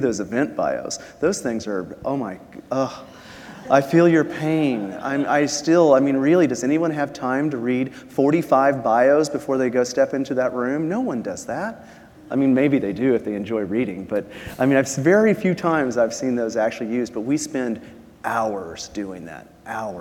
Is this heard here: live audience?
yes